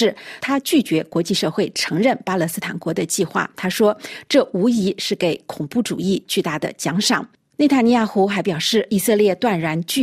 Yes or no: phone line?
no